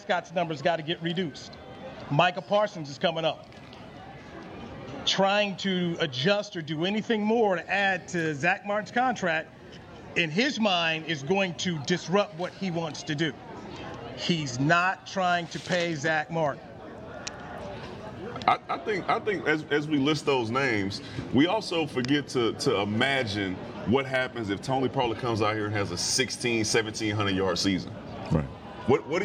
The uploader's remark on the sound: checks in live from Dallas Cowboys training camp